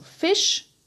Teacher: Offene kurze I's wie zum Beispiel Fisch